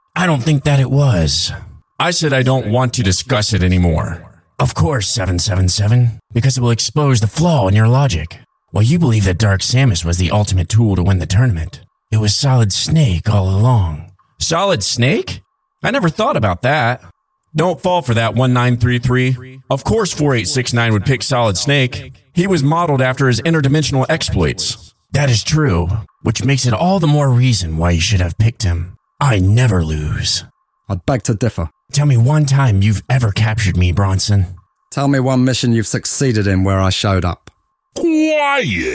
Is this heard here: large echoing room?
no